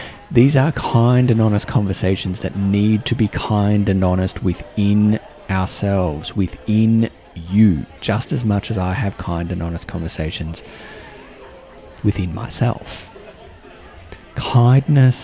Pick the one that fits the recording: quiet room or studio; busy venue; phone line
busy venue